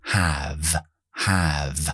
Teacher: Entonces, esta palabra have, have, como es una sílaba cerrada, la A es muy, es la A muy abierta, have, have, y la V, v, v, v, no es bilabial, no cerramos, no es como la B, es como la F, pero con voz